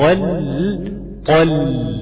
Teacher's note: انتقلت من الطاء المفتوحة الى اللام المرققة بتاعت المستقيم